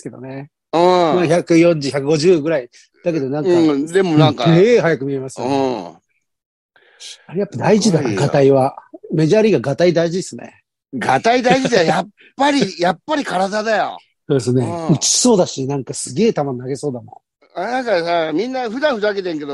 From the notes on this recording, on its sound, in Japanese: ZOOMで収録